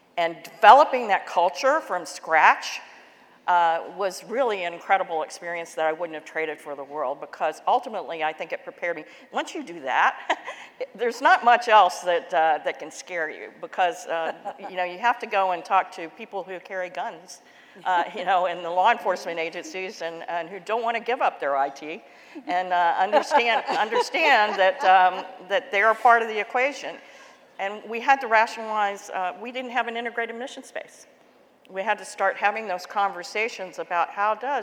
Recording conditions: busy venue